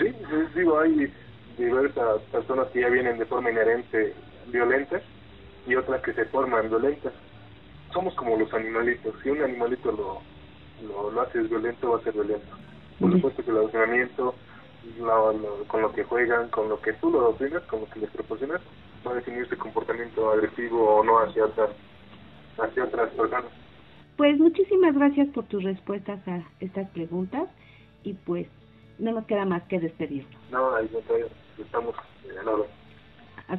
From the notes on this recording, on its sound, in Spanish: En este episodio sostuvimos una charla telefónica